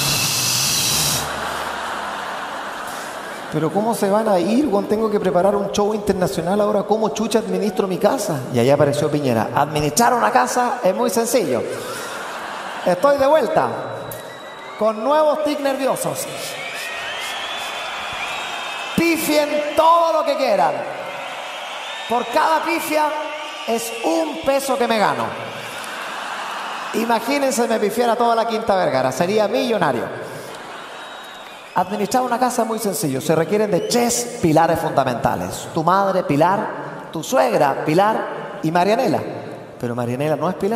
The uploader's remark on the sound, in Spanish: Festival de Viña 2018. Las carcajadas y los aplausos rápidamente se apoderaron del espectáculo.